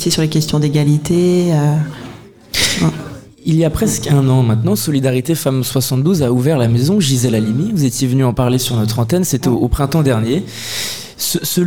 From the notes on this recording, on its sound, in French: Radio Alpa était en direct des Quinconces & l’Espal pour le temps fort des Inspirantes